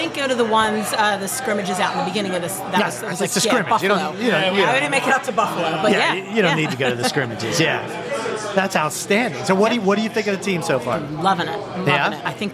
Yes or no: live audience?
yes